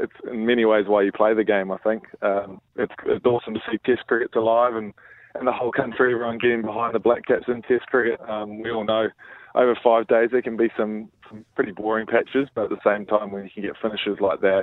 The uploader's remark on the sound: Today we are joined on the phone